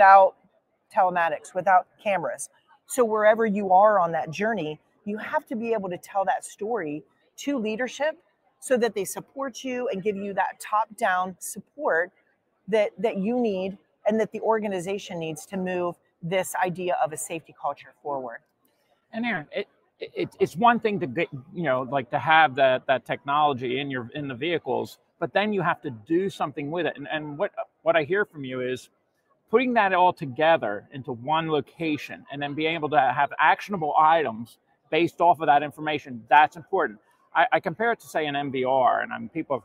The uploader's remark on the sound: we are live from the showroom floor at NAFA 2023 in Baltimore